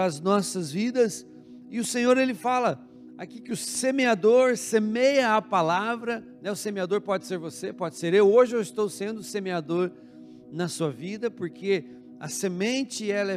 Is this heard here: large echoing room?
yes